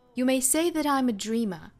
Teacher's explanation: You may say I'm a dreamer, but I'm not.首先来做英音的语音讲解，我们来看第一句话的前半句 You may say that I'm adreamer，这句话的调和位置就是重读的部分呢在 dreamer 这个词上